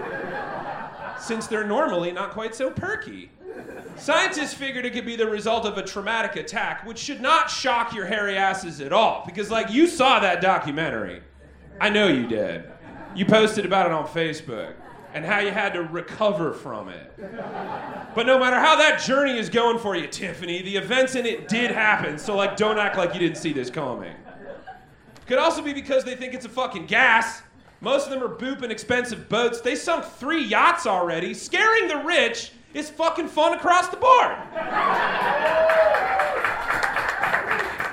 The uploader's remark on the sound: Recorded LIVE at Chicago’s Historic Green Mill Lounge on August 19th 2023